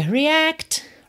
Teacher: Esse T final de react pode aparecer mais, menos ou nada.